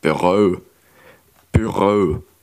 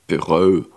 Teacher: Und das Ü ist relativ kurz. · Term: Sächsisch